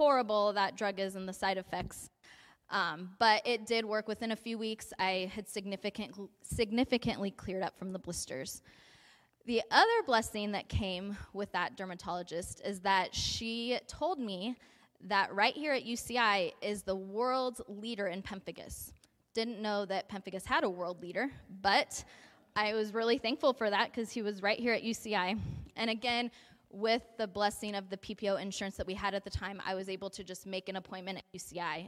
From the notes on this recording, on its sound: A message delivered at the 2023 Spring Tea at La Mirada Church.